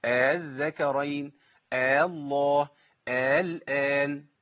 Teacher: بخلي الهمزه بين الهمزه والالف · Term: التسهيل